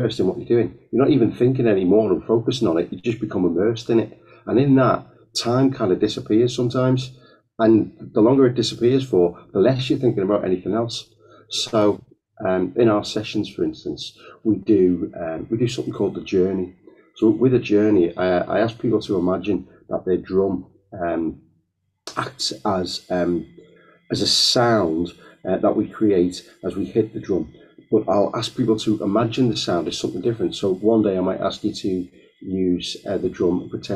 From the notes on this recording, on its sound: we are aware of some minor sound issues on this podcast and apologise for the quality